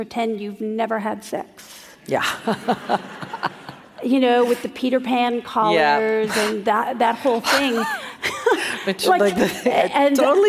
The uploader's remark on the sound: Traveled to San Francisco. In front of a sold-out crowd at an event hosted by City Arts & Lectures.